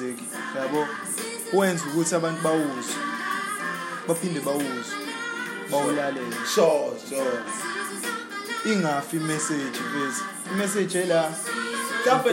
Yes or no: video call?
no